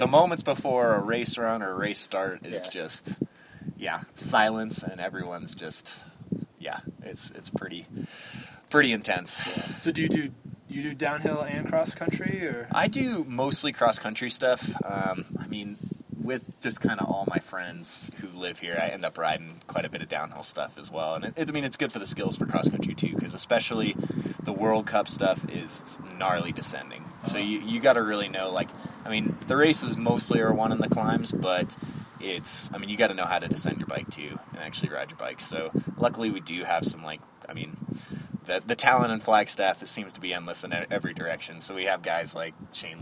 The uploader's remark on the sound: The wind has many other plans. I am still learning all about the audio side of things.